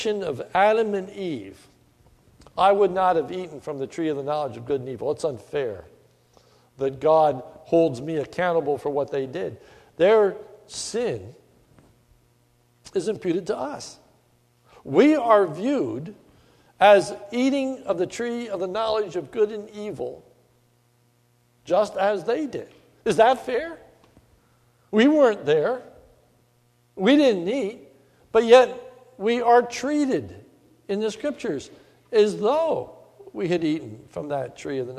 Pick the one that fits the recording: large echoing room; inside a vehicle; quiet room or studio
large echoing room